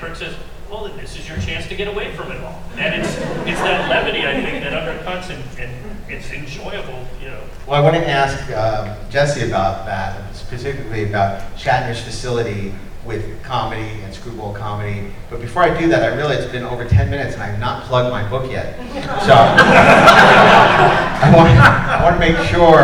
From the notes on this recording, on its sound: Panel discussion at Long Beach Comic Con (2017).